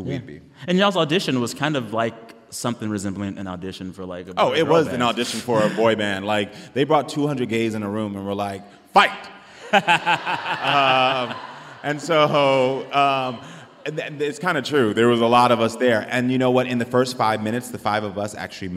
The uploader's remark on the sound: Recorded in front of a live audience at Sixth & I in Washington, D.C.